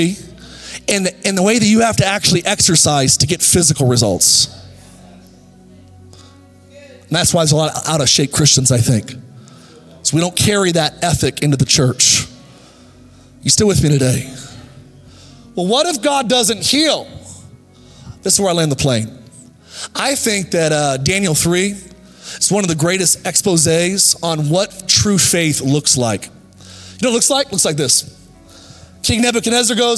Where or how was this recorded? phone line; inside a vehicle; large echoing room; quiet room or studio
large echoing room